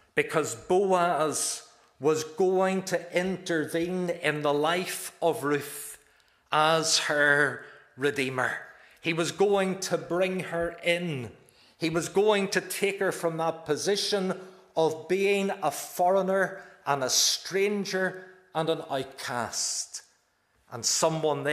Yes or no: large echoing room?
yes